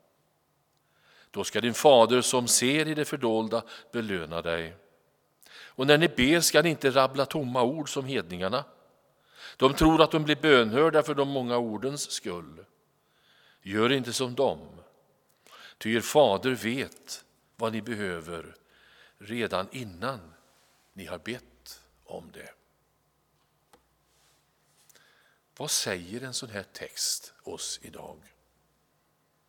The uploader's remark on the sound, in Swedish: Inspelning från Immanuelskyrkan Skövde.